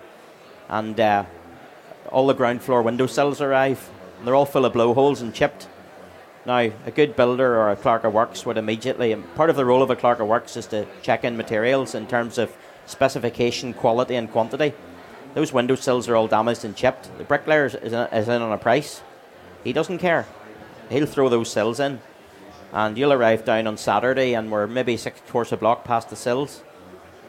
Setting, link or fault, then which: setting, busy venue